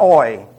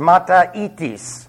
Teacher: Now, the reason I translated it or pronounced that a double E sound, the iota omicron is a diphthong, and when it combines, it's not oi, like an oil, it's a long E · Shown in: second take · E. So it's mataitis, which means vacuum, emptiness.